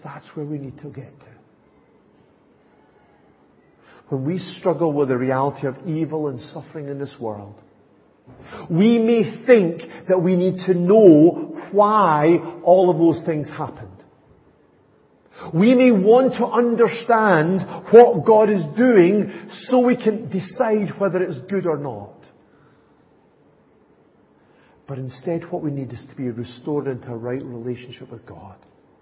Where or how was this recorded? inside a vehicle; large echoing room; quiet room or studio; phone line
large echoing room